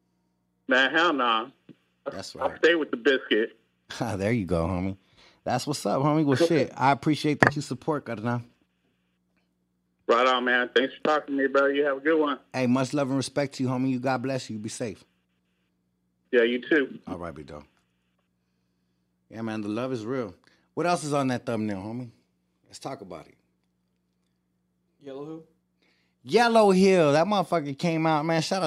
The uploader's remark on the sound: taking phone calls